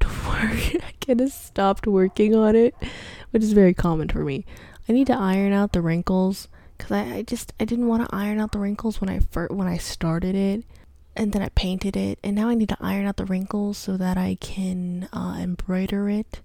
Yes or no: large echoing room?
no